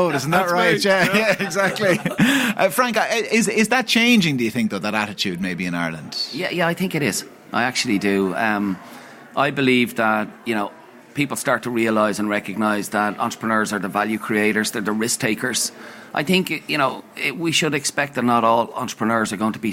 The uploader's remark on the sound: The Hard Shoulder was live from the EY Entrepreneur of the Year Awards 2022 at the Powerscourt Hotel